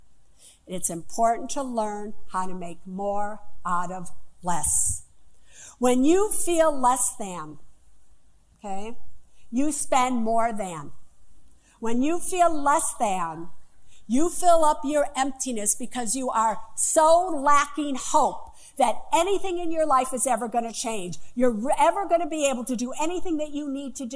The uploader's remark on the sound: Live From The Apollo Theater